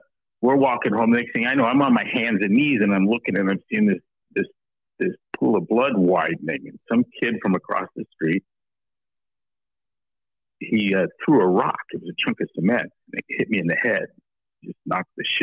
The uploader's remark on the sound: Live Call